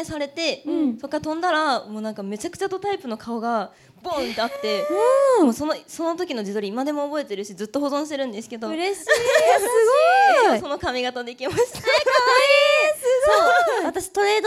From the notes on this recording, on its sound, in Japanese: Ama9 1周年記念！公開収録。